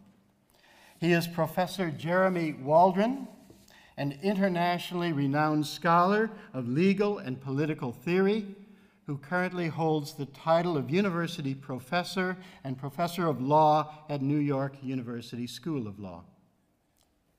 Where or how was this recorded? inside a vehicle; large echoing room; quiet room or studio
large echoing room